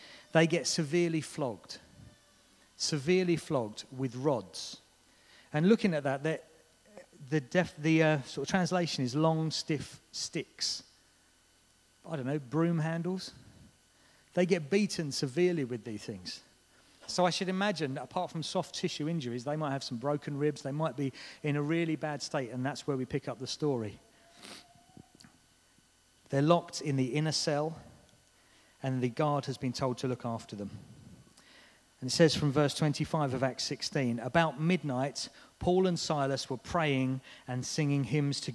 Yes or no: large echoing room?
yes